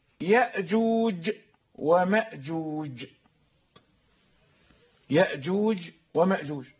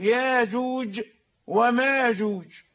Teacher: هؤلاء يقرؤون بالهمز وهؤلاء يقرؤون بغير الهمز، وهمز ونقل.